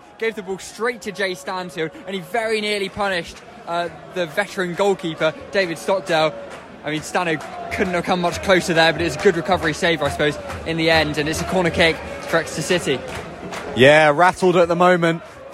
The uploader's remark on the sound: Listen to highlight commentary live from St James Park